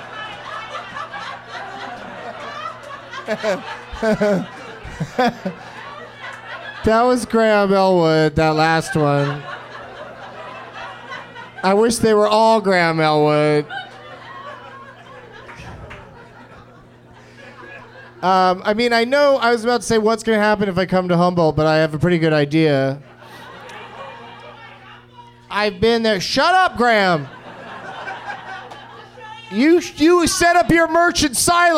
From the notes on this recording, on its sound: Live at the American Comedy Co. In San Diego.